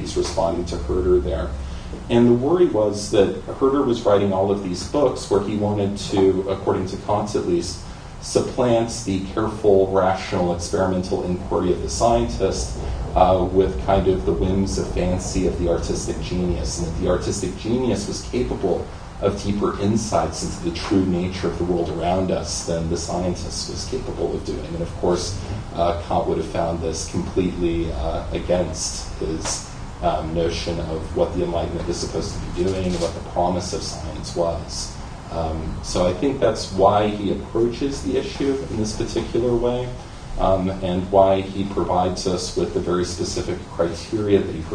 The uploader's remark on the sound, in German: Diskussion zum Vortrag.